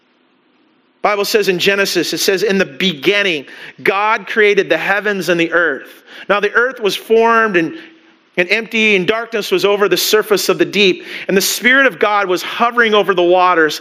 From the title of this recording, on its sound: Christmas Eve Service (Audio)